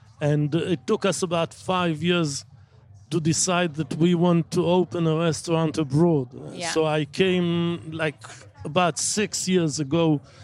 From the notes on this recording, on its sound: At Wilderness Festival, in Oxfordshire.